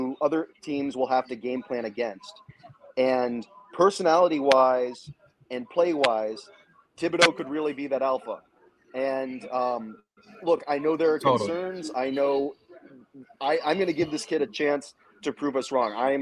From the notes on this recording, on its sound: This week we cast live from the Wilson flagship store in SoHo for the 2022 NFL draft.